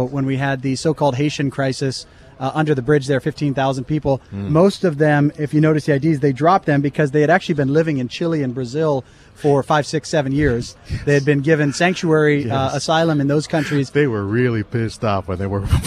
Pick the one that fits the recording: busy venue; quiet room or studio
busy venue